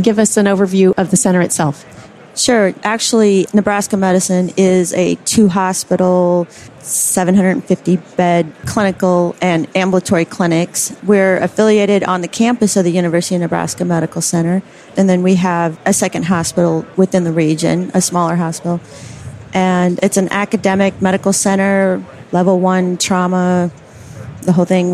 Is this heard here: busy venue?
yes